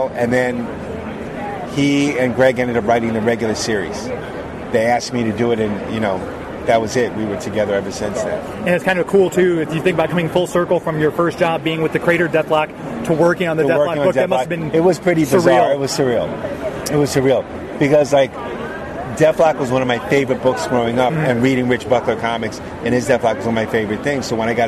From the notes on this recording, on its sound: LIVE from Planet Comicon 2019!